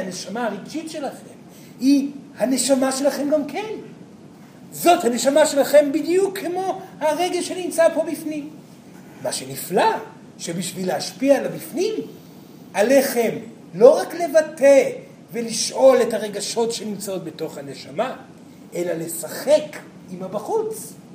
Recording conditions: live audience